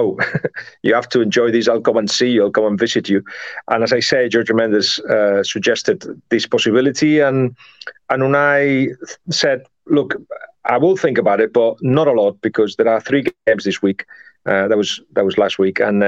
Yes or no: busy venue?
no